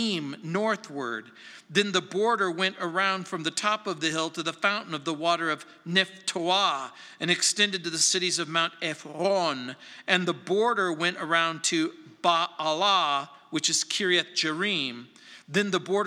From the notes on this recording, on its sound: On Wednesday Nights. At Calvary South Denver in Littleton CO.